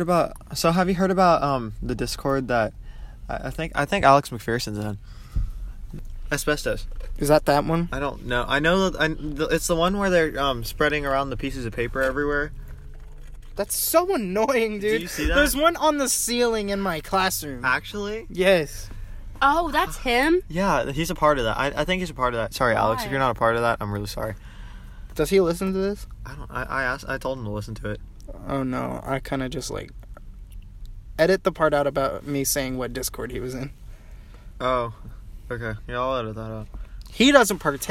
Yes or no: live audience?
no